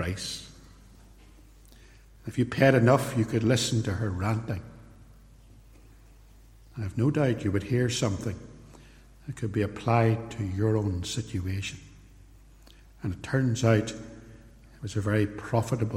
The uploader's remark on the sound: In this sermon, preached at Templepatrick Reformed Church.